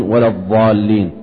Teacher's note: وجدت أهل المشرق يقرؤونها قريبة من الضاء التي بالعصا فيقولون ولا الضالين، وهذا في الغالب في شبه القارة الهندية هكذا